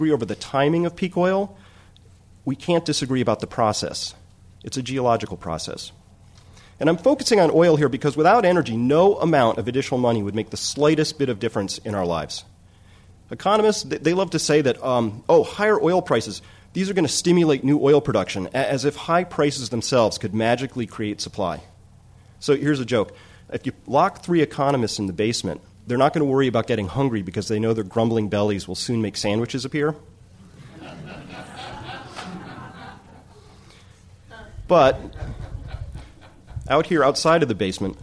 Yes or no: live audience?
yes